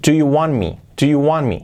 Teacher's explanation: la T de want se omite